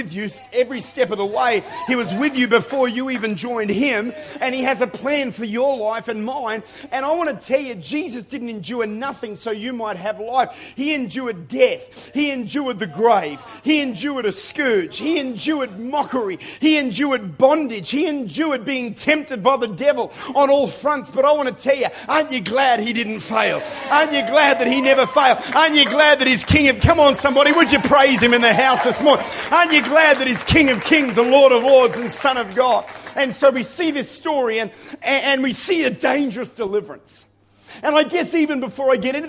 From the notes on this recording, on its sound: Recorded at Lifepoint Church.